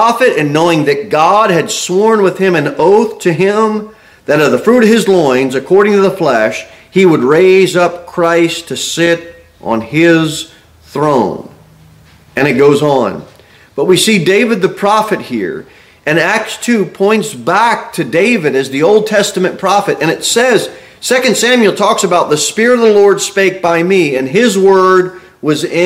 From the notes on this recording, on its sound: Sermon delivered at Pilgrim Baptist Church